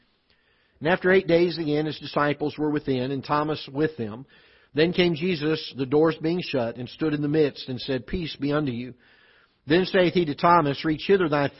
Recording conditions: large echoing room